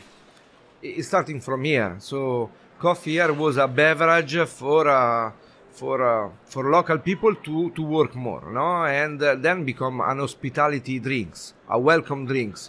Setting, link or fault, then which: setting, busy venue